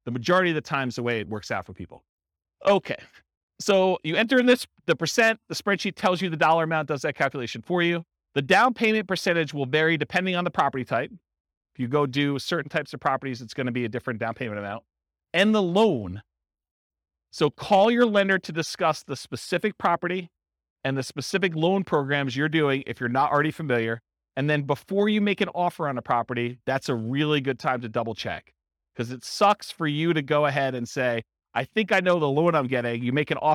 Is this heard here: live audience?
yes